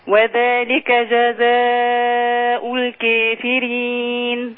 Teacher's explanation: خلي بالك عايزك تمدي جزاء شوية ستة والكافرين دايما كلمة الكافرين اللي آخرها ياء ونون مقللة لورش